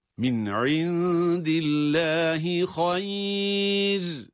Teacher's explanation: cezimli olan ra'dan önce harfi lin olması halinde buradaki ra ince okunur. Onun için min indillahi hayr diye ince okumamız gerekiyor.